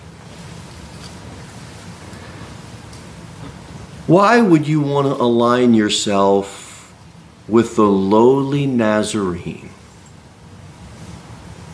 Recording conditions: large echoing room